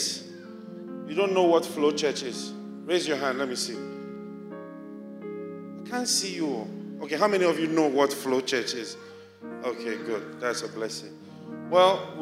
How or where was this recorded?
large echoing room